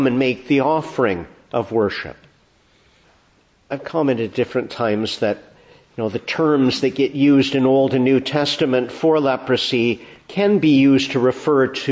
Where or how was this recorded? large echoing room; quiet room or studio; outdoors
large echoing room